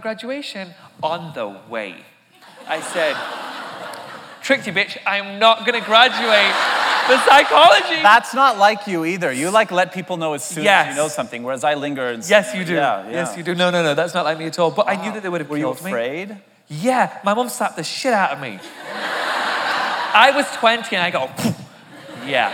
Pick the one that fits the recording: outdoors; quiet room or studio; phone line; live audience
live audience